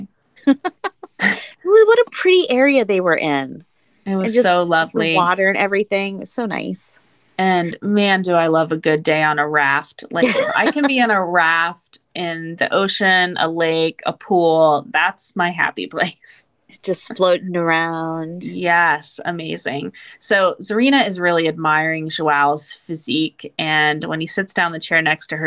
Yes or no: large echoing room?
no